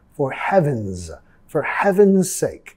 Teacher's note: la S vamos a pronunciar como una Z.